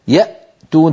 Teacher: تجدون بأن الصوت قد انقفل تماما عند الهمزة